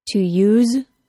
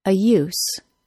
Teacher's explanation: To use is pronounced with a Z sound. A use is pronounced with an S sound.